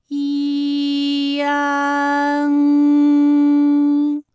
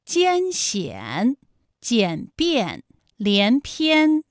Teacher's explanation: 变化，直接我们发出安就可以了。那最后这个声音呢是从鼻腔里发出的，大家可以跟我练一组例词啊。参战反感烂漫。好，下面呢我们来发一安的发音。发音的时候呢，从前高不圆唇元音一开始，舌位向前低元音啊的方向滑降，舌位只降到半低前元音 i 的位置就开始升高，发 i 后软腭下降，逐渐增强鼻音色彩，舌尖迅速移到上齿龈，最后抵住上齿龈，做出发鼻音呢的状态